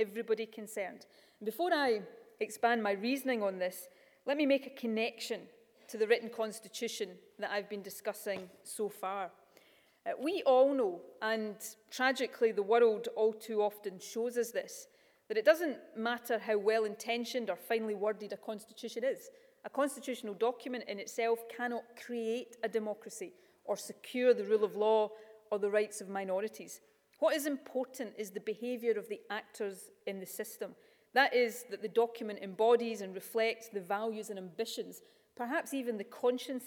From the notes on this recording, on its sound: Keynote Speech At University Of Edinburgh’s Centre For Constitutional Law